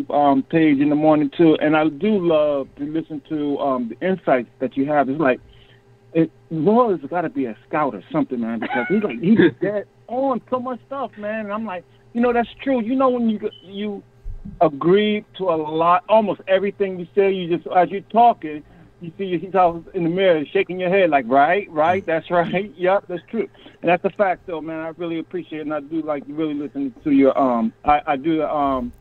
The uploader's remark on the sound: KOT reviews the Knicks Bulls game LIVE after the game while taking phone calls from listeners.